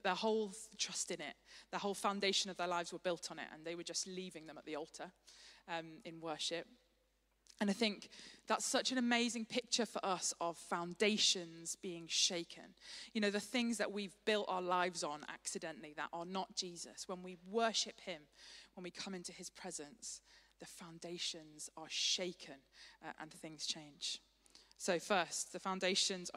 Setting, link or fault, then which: setting, large echoing room